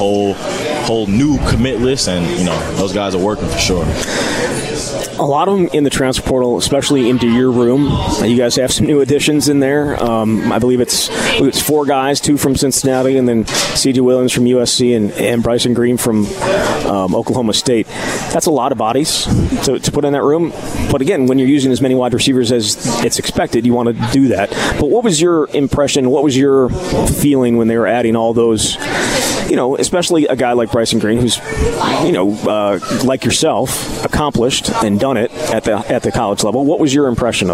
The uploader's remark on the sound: live from Monk's in Sun Prairie